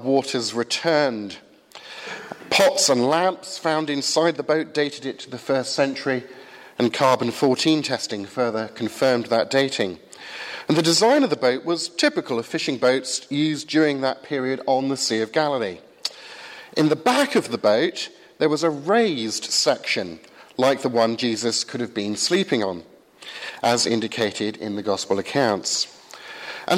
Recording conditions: large echoing room